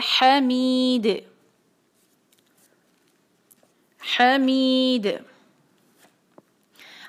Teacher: हलक के बीच में से, वहां से जोर लगाएं, उसको रिकॉर्ड कर करके सुने, हा मीम पे है कसरा, उसके बाद है यासाकिन मद तबई दो हरका हमी।